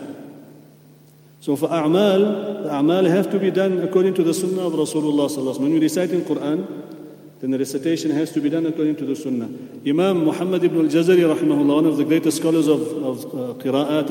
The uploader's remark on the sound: at the Houghton Masjid (West Street)